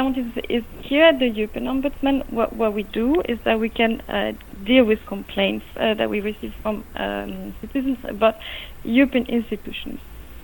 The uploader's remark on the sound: Call with the European Ombudsman